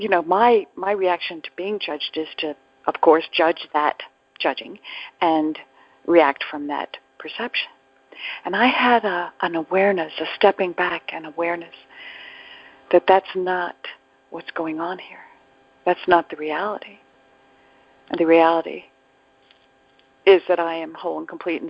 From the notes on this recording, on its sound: ACIM Daily TEXT Conference Call.